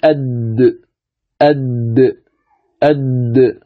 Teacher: حرف الدال من طرف اللسان مع أصول الثنايا العليا